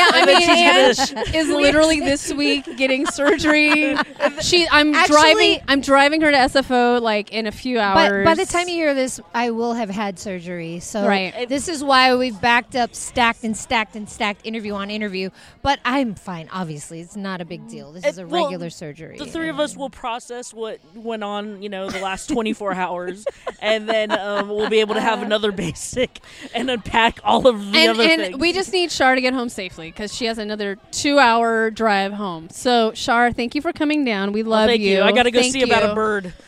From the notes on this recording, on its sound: Restaurant alaMar Kitchen and Bar in downtown Oakland. To help co-host the in person (all vaxxed of course!) Blindspotting TV season finale. To be in an intimate setting with their loved ones, homies, and other cast members.